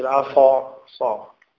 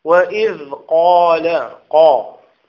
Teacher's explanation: صا يعني بعدها ألف، بعدها ألف، فهي مطبقة. تلاحظ أن صا أفخم من قا. صا هذه مطبقة، طبعا واحد الفارق ليس كبيرا، ولكن هي أفخم منها لأنها تتميز بالإطباق عن الحروف المنفتحة.